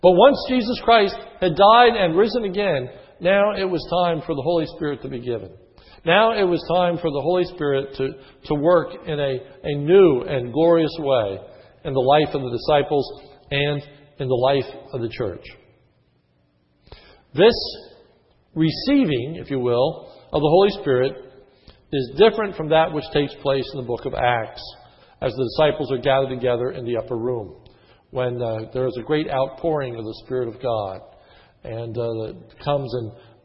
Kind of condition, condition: setting, large echoing room